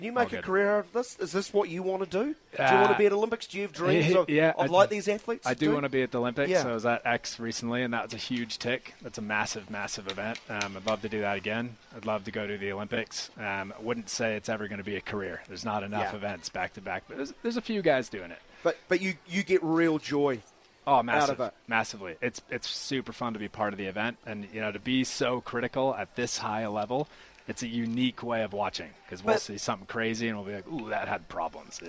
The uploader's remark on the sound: Was at the Winter Games broadcasting live from Cardrona.